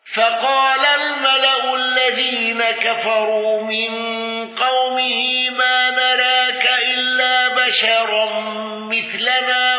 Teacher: ابن ذكوان بالسكت على المفصول واندرج معه حفص